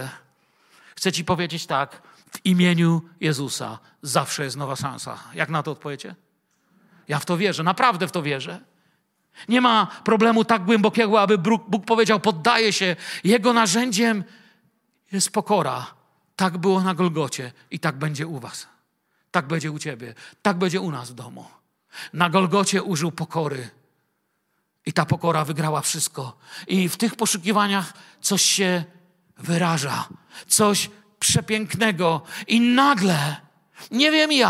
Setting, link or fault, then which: setting, large echoing room